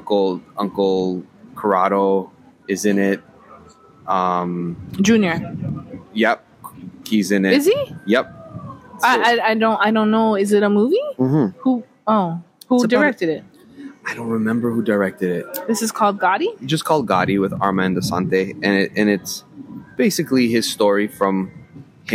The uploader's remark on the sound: brought their mics to the beach, this time in sunny Jamaica and recorded a series of episodes